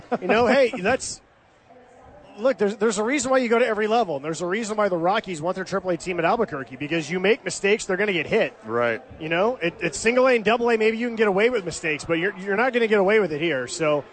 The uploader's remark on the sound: Live from Isotopes Park.